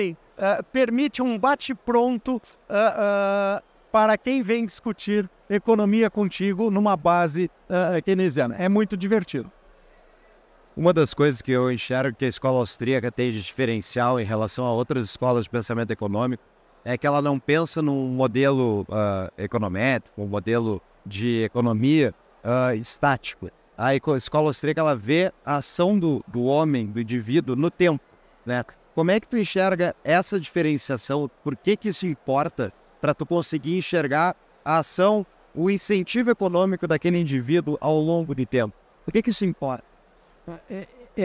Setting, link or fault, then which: setting, busy venue